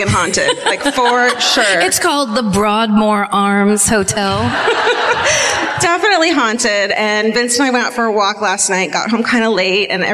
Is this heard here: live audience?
yes